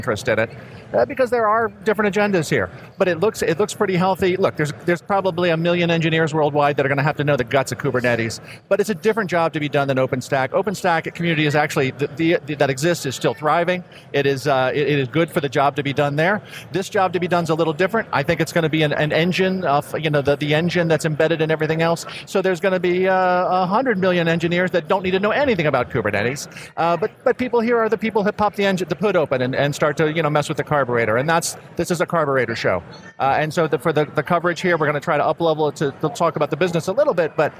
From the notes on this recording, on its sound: live from KubeCon + CloudNativeCon NA 2019 from the San Diego Convention Center in San Diego, CA